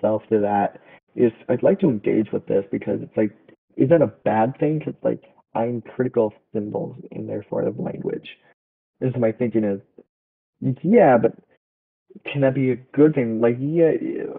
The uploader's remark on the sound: Apologies for the low quality audio!